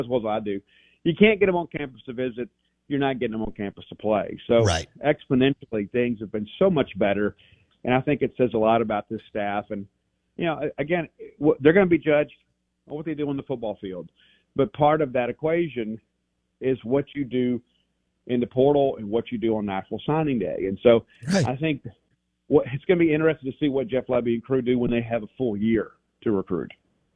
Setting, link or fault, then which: link, phone line